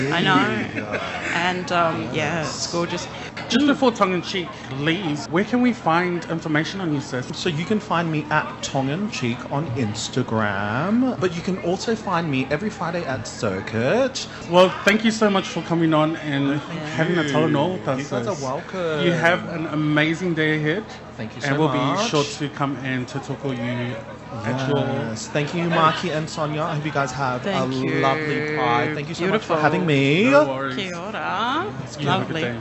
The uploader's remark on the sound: PX Whanau Radio live from the streets.